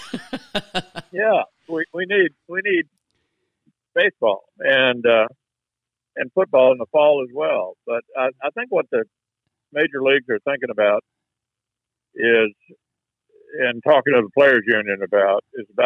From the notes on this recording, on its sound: via phone